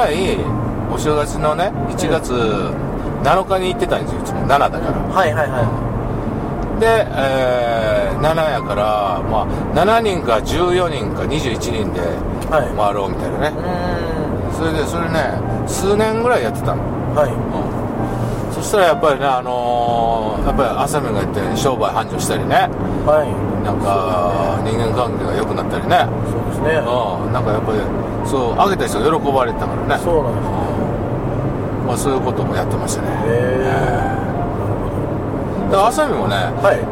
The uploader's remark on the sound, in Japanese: ドライビング対談収録をいたしました